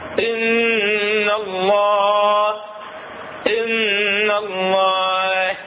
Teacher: الهاء تطلع من الصدر حتى تميز بين الهاء وبين الحاء